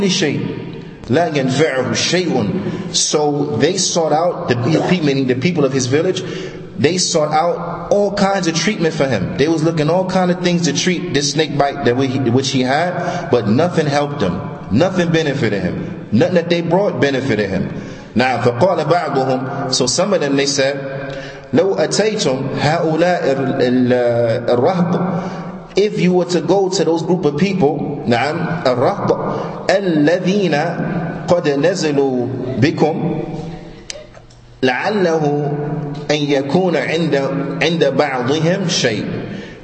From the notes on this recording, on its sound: Lecture given at Masjid Nur Allah, Queens, NY.